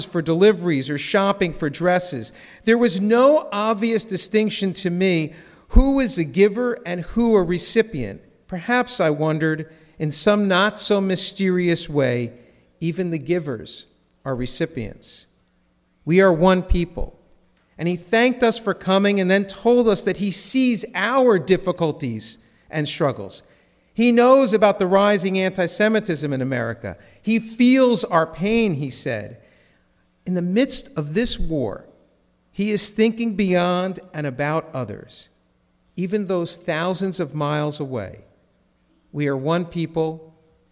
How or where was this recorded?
large echoing room